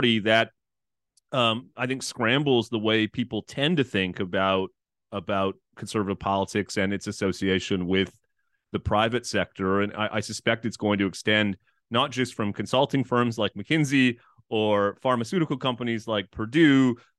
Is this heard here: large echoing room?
no